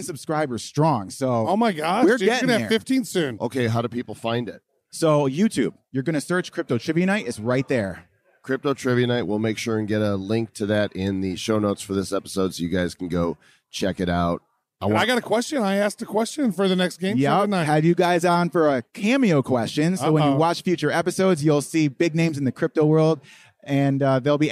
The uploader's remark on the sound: Crypto Mashup at World Crypto Con